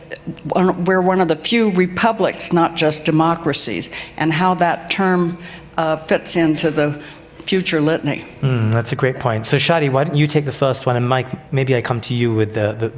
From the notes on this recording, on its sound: meet on stage at the 2023 Aspen Ideas Festival